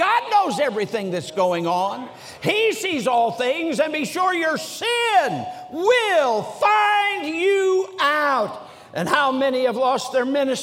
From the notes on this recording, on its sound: during the Sunday Morning service of the 47th Annual Stewardship and Missions Conference on October 15, 2023, at North Valley Baptist Church in Santa Clara, California